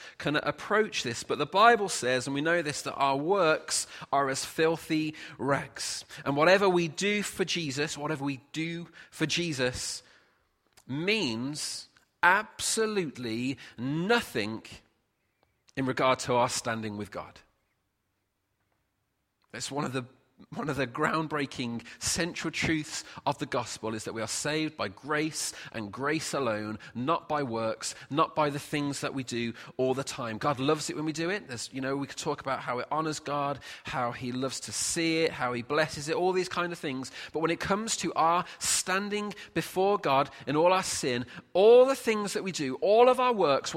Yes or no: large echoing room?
yes